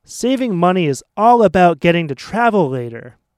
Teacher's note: So the word after, it's all about, has stress.